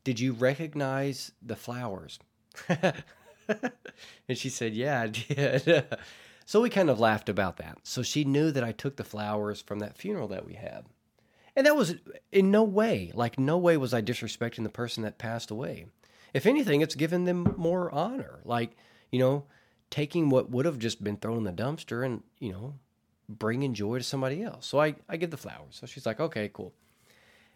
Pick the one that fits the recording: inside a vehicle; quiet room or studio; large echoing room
quiet room or studio